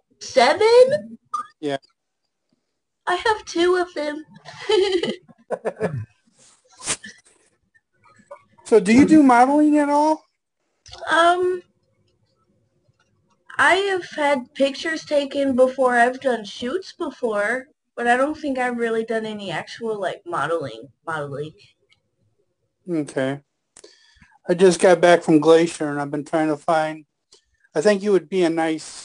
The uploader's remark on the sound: joined us on our Zoom Show